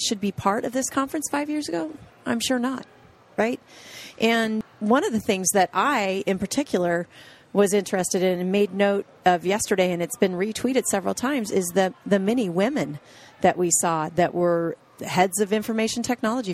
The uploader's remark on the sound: The episodes were broadcast live in CTGHS’s booth at the The HIMSS15 Annual Conference and Exhibition. The interviews were recorded and will be published on a regular basis on intrepidNow Healthcare.